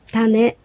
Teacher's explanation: タを低く、根を高く発音します · Term: アクセント